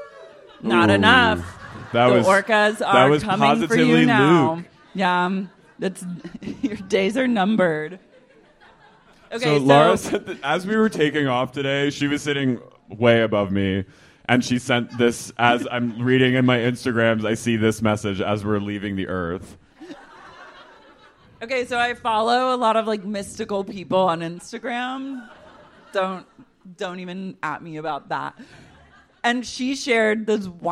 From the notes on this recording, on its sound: LIVE at Sleeping Village.